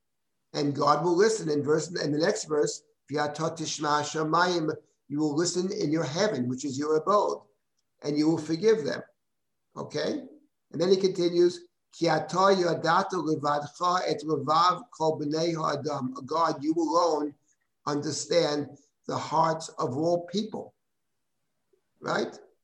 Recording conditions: video call